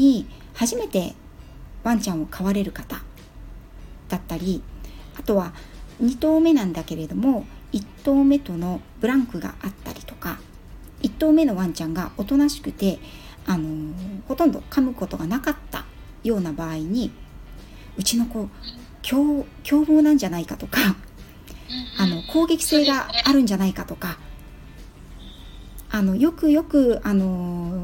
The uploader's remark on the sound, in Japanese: スマホ2台で収録した。クラブハウス。ペットのホリスティックケア roomで開催された。未編集なのでお聞き苦しいところがあるかもしれません。